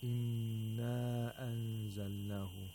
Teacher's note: we have to nasalize the noon for two vowel counts